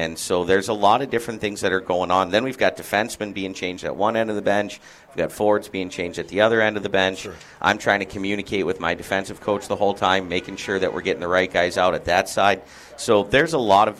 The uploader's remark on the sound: LIVE FROM CEDARS